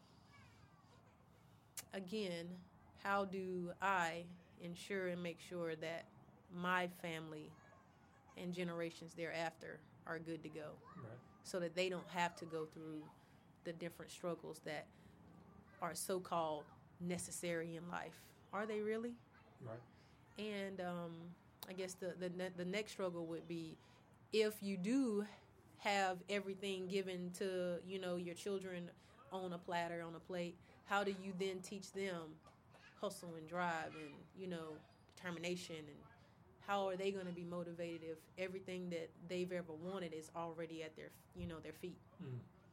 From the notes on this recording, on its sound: We recorded this in a gazebo in a park in Pensacola, FL sometime in March 2022.